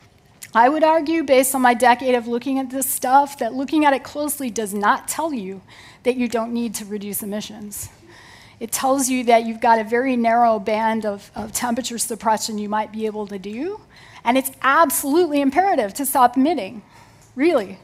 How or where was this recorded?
busy venue